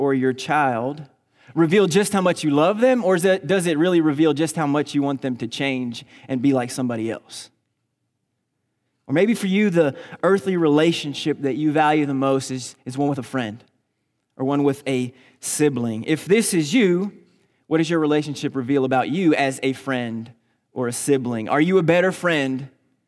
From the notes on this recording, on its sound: Recorded on March 24, 2019 at Graceland Baptist Church in New Albany, Indiana.